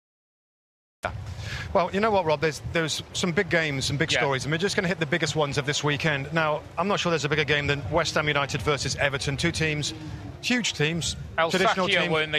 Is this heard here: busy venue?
yes